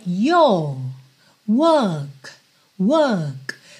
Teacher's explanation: Percebe que eu fecho com o K, mas eu não chego a enrolar a minha língua ali no work · no sotaque britânico, tradicionalmente, esse R não seria enrolado, mas ele funcionaria um pouco como um alongamento da vogal anterior